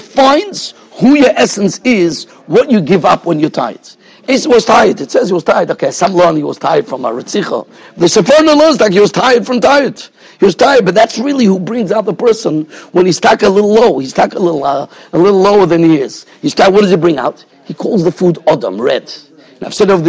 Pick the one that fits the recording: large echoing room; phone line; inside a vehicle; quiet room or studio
large echoing room